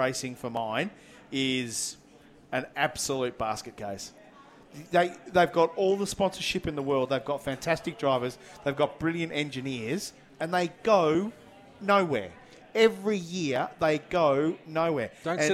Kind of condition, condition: setting, busy venue